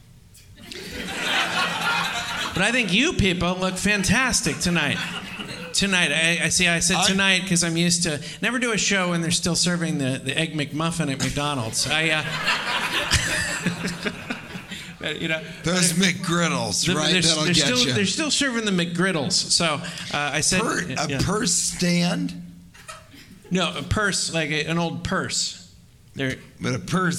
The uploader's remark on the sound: Recorded Live in San Diego.